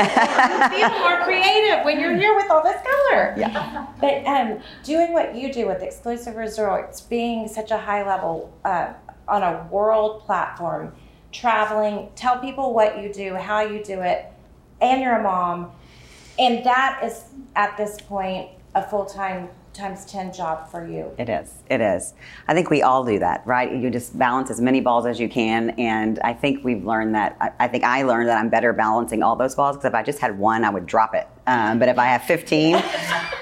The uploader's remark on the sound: We are live at SheSpace in Houston Texas